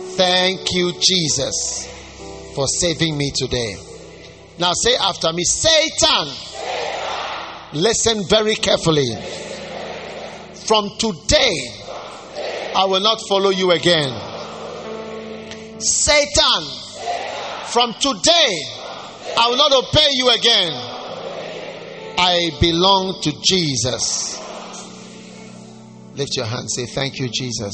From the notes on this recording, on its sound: Preached at the First Love Church Love Celebration Service